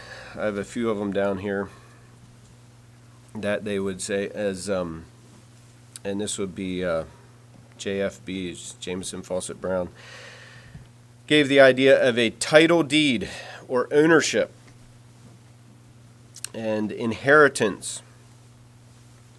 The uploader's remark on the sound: Message preached at Word of Hope on Sunday, November 12, 2023